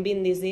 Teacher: el fonema P tendeix a sonoritzar i a convertir-se en B. De fet, hi ha alguns parlants que en diuen bíndici, però en general en diuen píndici, tot i que no fan servir aquest fonema.